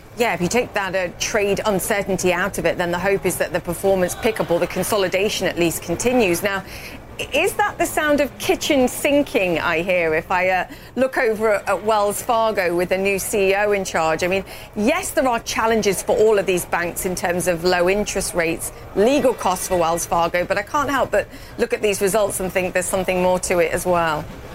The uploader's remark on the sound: live from the New York Stock Exchange